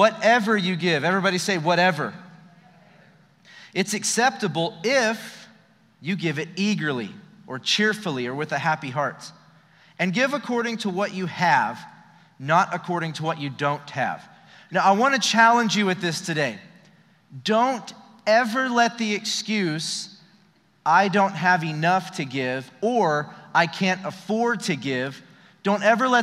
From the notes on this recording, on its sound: Recorded live during our Wednesday night service